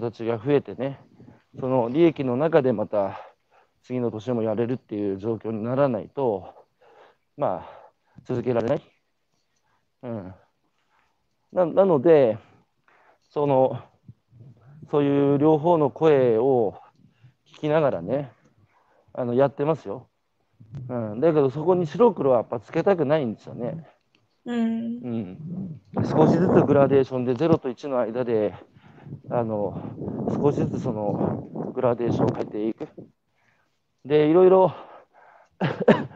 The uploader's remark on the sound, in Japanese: 歩きながら2時間、対談インタビューを受ける